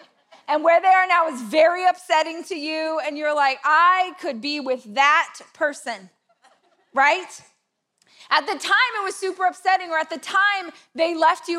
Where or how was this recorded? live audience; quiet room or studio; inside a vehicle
live audience